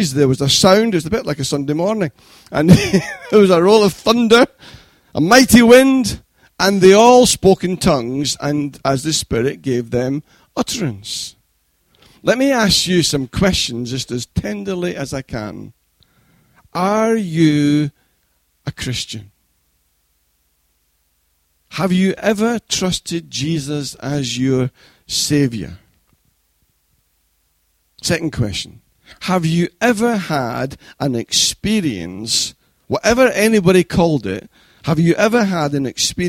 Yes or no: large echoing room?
yes